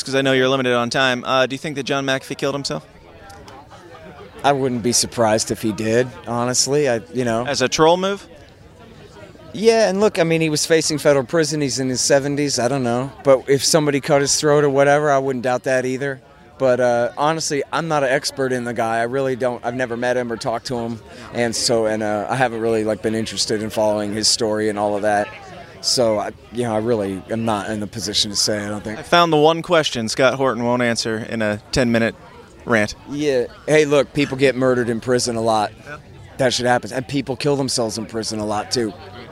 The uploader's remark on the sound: Continuing my on-location in-person at PorcFest series.